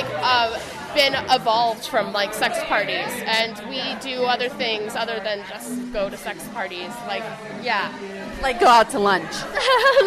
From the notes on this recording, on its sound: we come to you live from a sex party